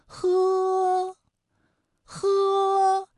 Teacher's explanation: 是崖壁上的风情画。这些生动的世俗场景，是在其他石窟很难见到的内容。让同学们好奇的是，主持开凿了宝顶山石刻的赵志凤究竟是个怎样的人呢？好，今天呢，我们还学习了声母 f 和 h 的变音。那么刚才的片中啊，也出现了相关的词语，比如说喝酒的喝字，它的声母呢是 h h eh，还有生活的活字。声母呢也是喝，喝我火，以及赵志凤的凤字，声母呢也是佛，佛嗯凤。我们说佛和喝在发音时候啊，需要共同注意的点还是有的。那么我们来关注一下，以区别别的声母发音。佛和喝啊，它们都是擦音。佛的发音技巧呢是，你要上牙轻触着下唇去发音。那么喝的发音技巧呢是这样啊，舌根要用力，尽量的上拢靠近软腭，让气流从舌根和软腭之间流出